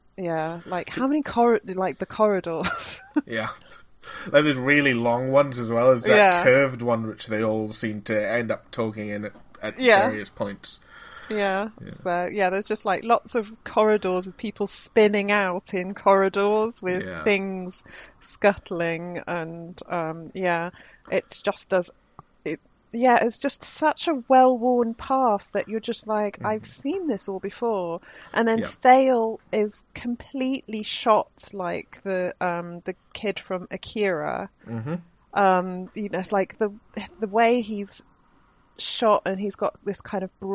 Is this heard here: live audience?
no